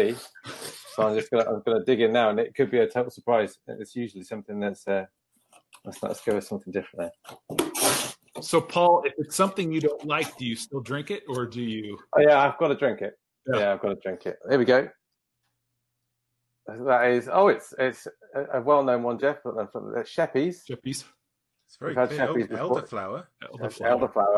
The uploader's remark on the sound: From Gloucestershire, Wiltshire and Florida! Run a live episode of The Agile Pubcast at the Agile Online Meetup. We took questions from the listeners.